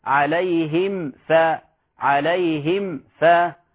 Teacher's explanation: أظهرنا الميم الساكنة من غير زيادة في الغنة · Term: الإظهار الشفوي